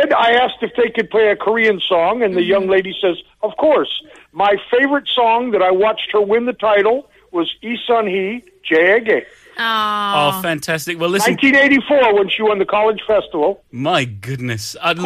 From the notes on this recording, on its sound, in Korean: 청취자 전화연결